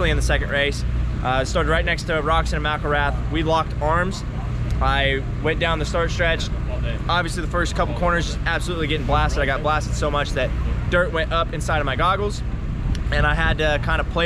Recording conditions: busy venue